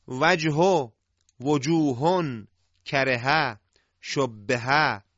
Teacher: اینها هایی است که به همون صورت و بدون اشباع و بدون کشش قرائت میشن، همونطور که نوشته شدن همونطور خونده میشن و باید بدونیم که این های ذاتی و از جوهر و ذات کلمه هستن. · Term: هاء جوهری